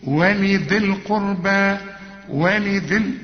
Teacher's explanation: يبقى انا لغيت الياء عند الوصل